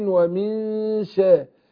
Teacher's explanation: بخفي النون عند الشين، والشين حرف تفشي · Term: اخفاء